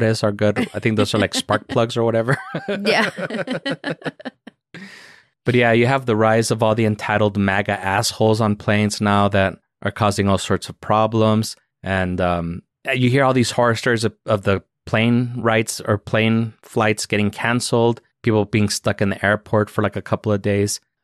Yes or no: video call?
no